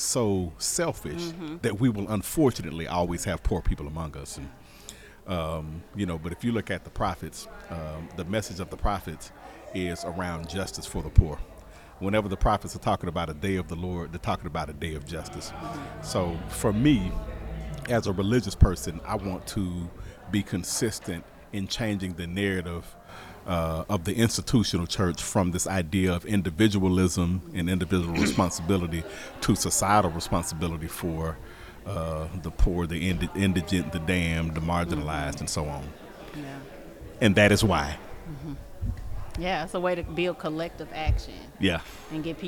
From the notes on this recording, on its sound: The Listening Lab visited the Starshine Summit in June 2023 and recorded conversations with attendants